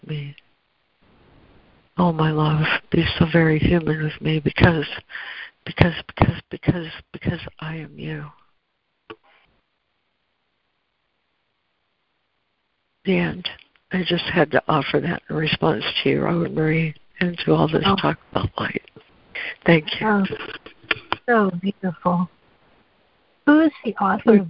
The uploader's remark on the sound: ACIM Daily Conference Call